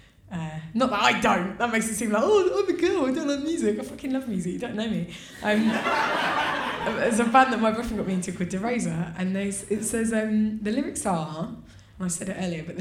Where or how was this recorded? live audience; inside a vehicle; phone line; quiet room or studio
live audience